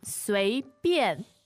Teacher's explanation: 随便, second and fourth tone means randomly